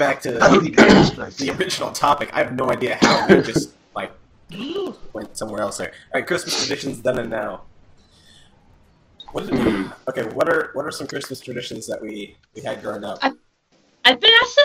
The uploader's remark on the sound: our audio quality needs improvement